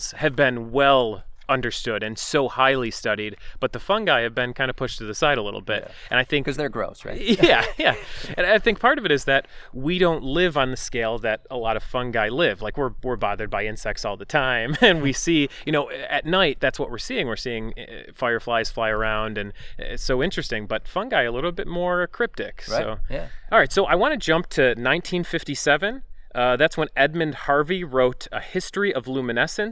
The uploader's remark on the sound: This episode was recorded in the Eternal Flame Falls section of Chestnut Ridge Park in Orchard Park, NY on July 4th, 2018.